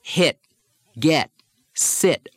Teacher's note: in standard American dialect, the T doesn't explode much at the end of words. We'll often say hit, get, sit.